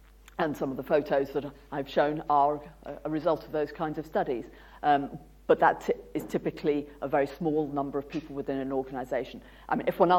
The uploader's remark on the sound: UCL Lunch Hour Lecture